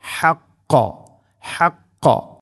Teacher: ഖാഫ് തൊണ്ടയുടെ മുഗൾ ഭാഗം അഥവാ ഹാഉം ഗൈനുമെല്ലാം കഴിഞ്ഞ് തൊട്ട് മേലെയാണ് ഖാഫിൻ്റെ ആ ഒരു ശബ്ദം വരുന്ന ആ ഒരു മഖ്റജ്. അപ്പോൾ അൽ ഹഖ ഹഖ ഹഖ ഇങ്ങനെ കൃത്യമായിട്ട് ഉച്ചരിക്കണം.